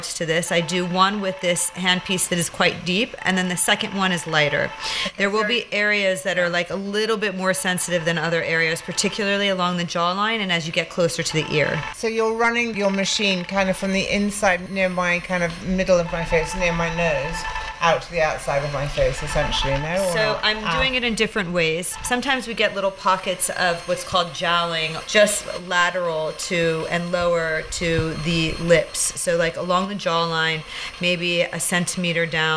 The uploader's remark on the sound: This week, we are very much back in the clinic. As this was recorded during the procedure, you'll be able to hear the sound of the machine all the way through.